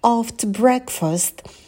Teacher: В слове after у нас будет долгий звук а, дотяните его.